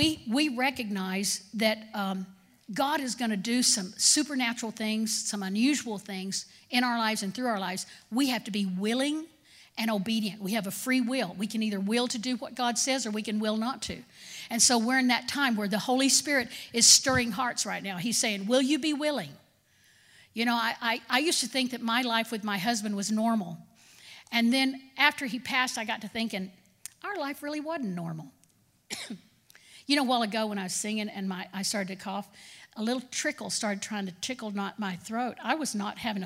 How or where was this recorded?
large echoing room